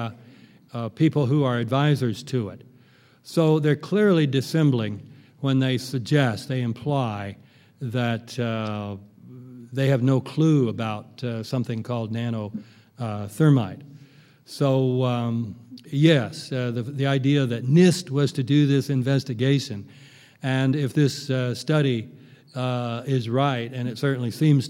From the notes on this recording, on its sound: Keynote address at the 5th Annual 9/11 Film Festival in Oakland, California.